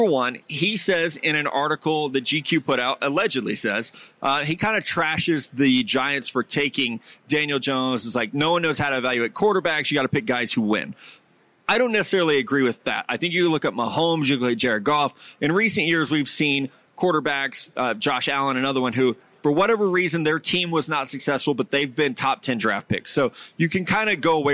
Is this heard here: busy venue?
yes